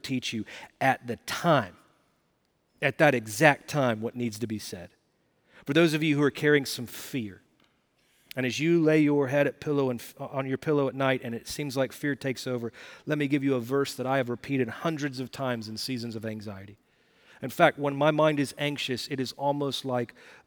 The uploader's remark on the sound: Recorded Live at Brookwood Church on 12.03.2023